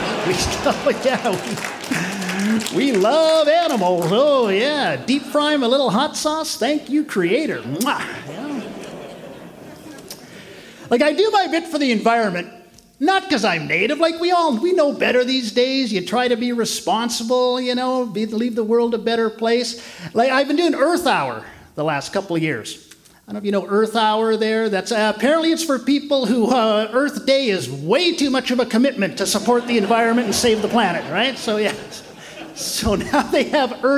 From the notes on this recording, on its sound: Recorded in 2022 at the Shenkman Arts Centre in Ottawa. From the Winnipeg Comedy Festival.